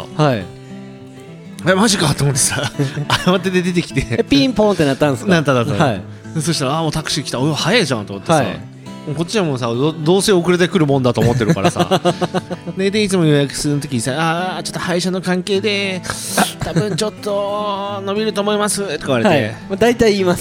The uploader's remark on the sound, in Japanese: 今回は、東海市大田町にございます、SoiLさんで収録！